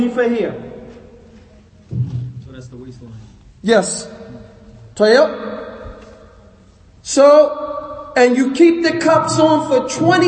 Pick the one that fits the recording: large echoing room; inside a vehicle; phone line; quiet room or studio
large echoing room